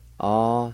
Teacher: there's a faint H sound between the A and W at the beginning of the first part of this word